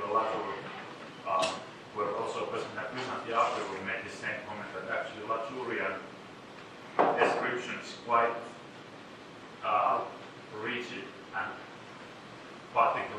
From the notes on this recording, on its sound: This ‘from the archives’ recording is the second part of the keynote from “ Triangular Conference 2008”. The talk was recorded in-person with a live audience. In the UCD Lochlann Quinn Undergraduate School of Business, Belfield, Dublin, Ireland.